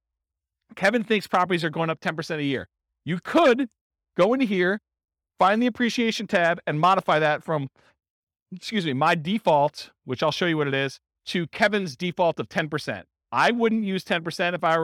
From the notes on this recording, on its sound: This was a live class recorded